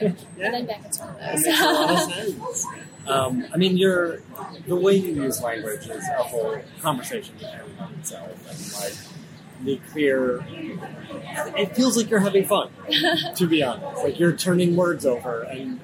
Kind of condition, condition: setting, busy venue